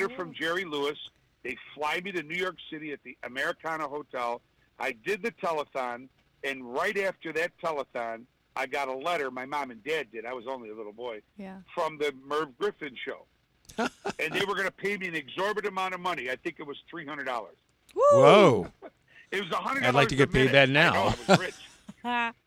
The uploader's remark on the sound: Special guest joining by phone